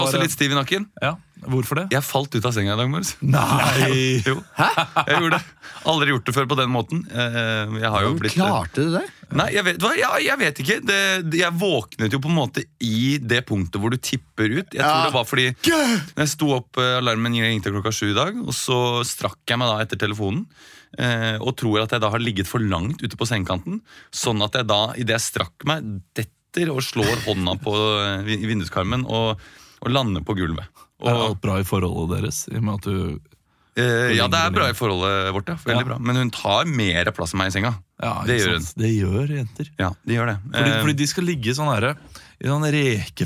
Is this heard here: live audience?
no